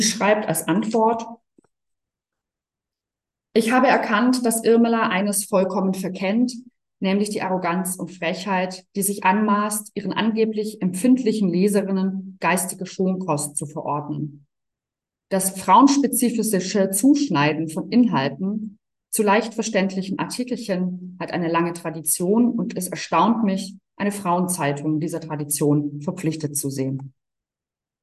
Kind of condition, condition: link, video call